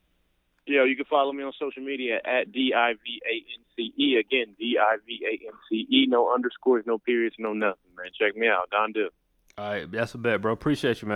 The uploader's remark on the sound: Instead of having people call in, I went through my phone and made a few calls to see who would pick up.